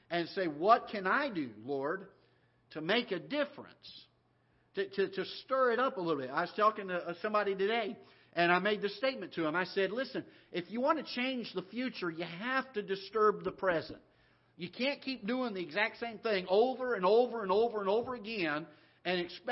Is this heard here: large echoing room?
yes